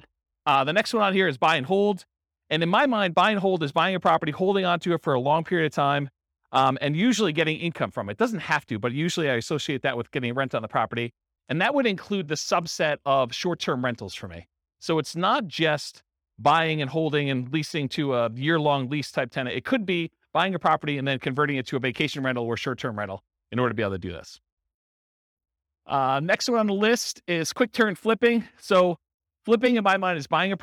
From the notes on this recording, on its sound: This was a live class recorded